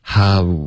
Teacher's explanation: 这个 ao 的音英文不存在，所以大家要发成哈。哈哈笑的哈，然后再嘟嘴 how